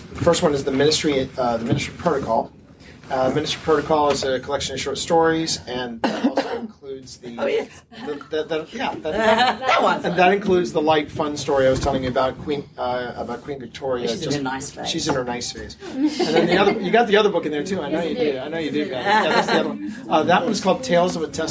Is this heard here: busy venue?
yes